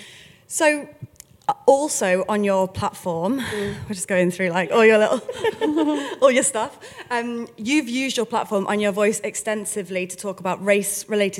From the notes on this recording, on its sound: The recording took place on International Women's Day at George's FENOMENAL festival. For their first ever live episode!